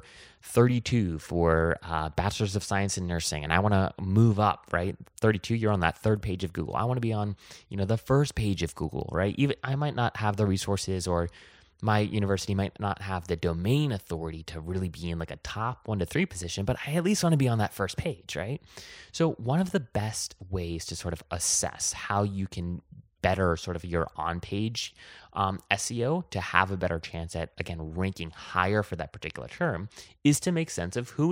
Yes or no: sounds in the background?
no